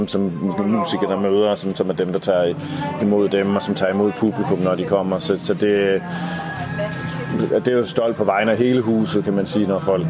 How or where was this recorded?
outdoors